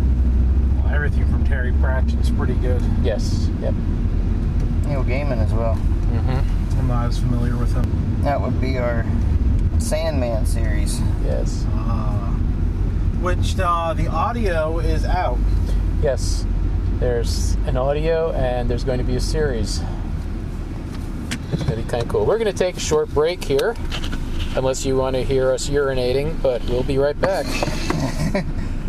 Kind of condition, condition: setting, inside a vehicle